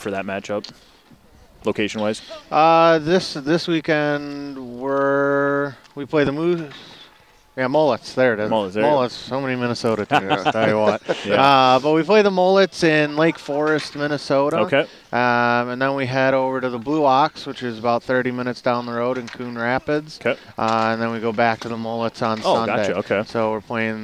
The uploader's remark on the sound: The show is recorded every Wednesday at 5:30pm LIVE from The Keg and Patio in Wisconsin Dells next to their beautiful new ice skating rink.